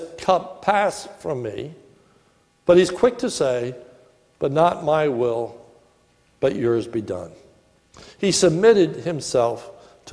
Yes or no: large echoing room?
yes